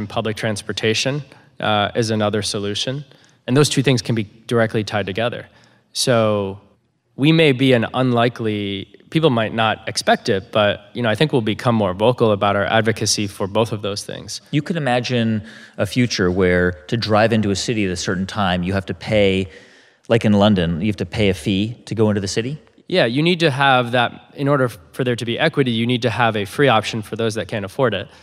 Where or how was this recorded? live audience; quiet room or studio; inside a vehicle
live audience